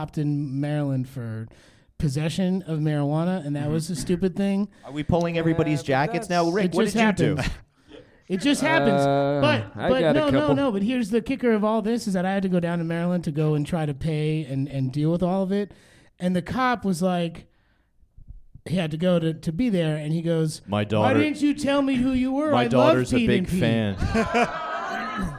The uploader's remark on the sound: LIVE from SF Sketchfest